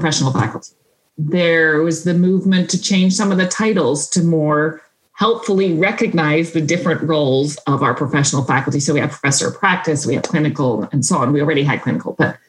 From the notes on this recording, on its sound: This episode was recorded on January 6th, 2021 via Zoom.